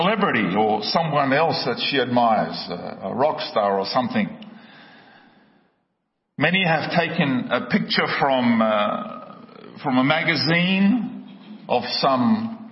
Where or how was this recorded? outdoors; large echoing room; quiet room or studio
large echoing room